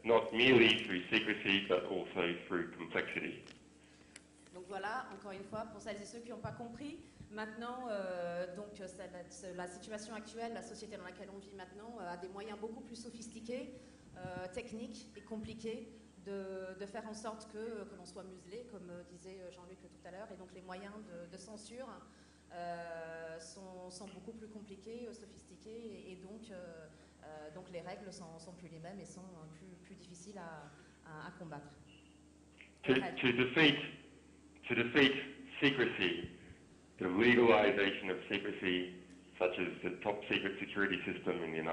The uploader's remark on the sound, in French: Meeting de clôture du Remue-Méninges du Parti de Gauche